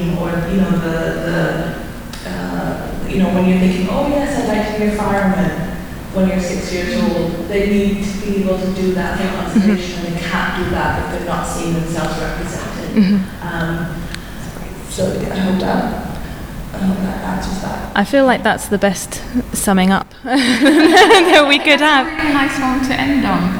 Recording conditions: live audience